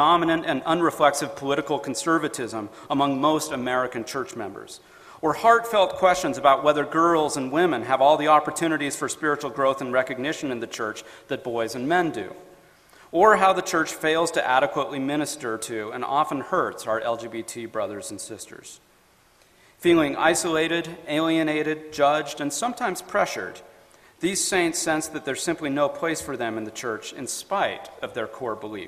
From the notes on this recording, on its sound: FAIR Conference Talk.